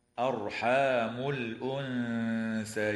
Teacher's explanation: وتخفى النون الساكنة عند الثاء مع الغنة مرققة في كلمة الأنثيين